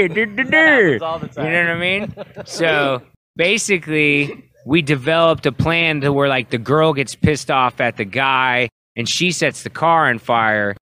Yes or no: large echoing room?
no